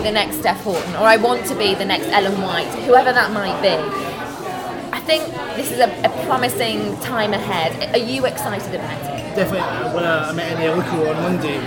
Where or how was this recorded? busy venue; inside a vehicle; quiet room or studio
busy venue